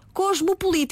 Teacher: o seu acento tónico recai na penúltima sílaba